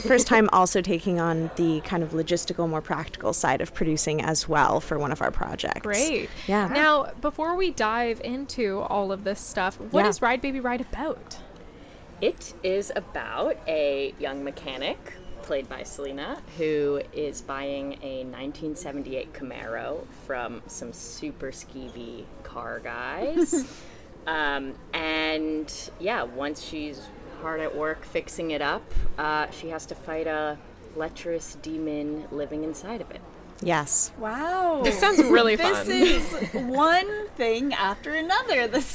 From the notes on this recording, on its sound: HollyShorts LIVE. We are live, on-location at the TCL Chinese Theatre for the 19th annual Oscar Qualifying HollyShorts Film Festival , as the official podcast partner.